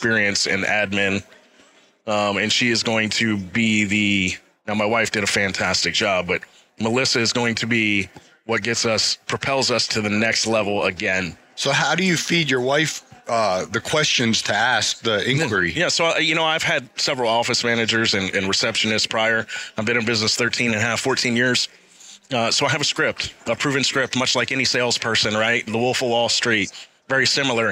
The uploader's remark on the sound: live from SYNKD Live 2024 in Duluth, GA